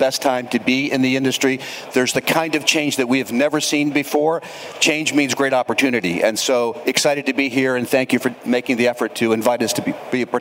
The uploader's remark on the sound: UITP Live. Recorded live at the biggest global transit event, UITP.